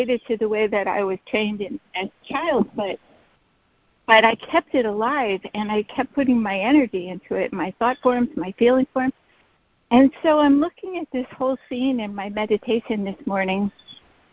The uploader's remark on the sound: ACIM Daily Conference Call.